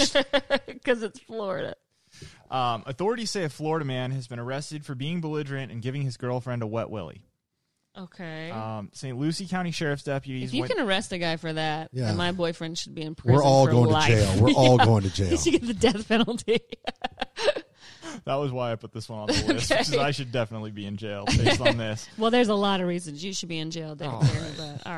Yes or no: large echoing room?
no